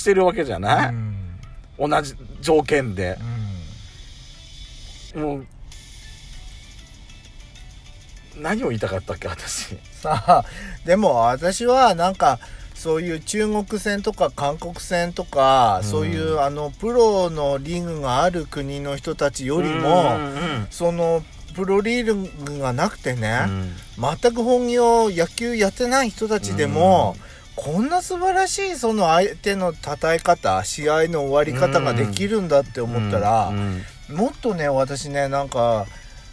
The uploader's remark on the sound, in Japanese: パーキング収録。